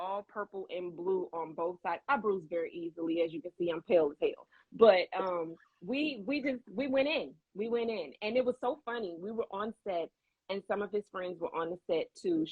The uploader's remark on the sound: Recorded 4/24/2022 via Instagram Live.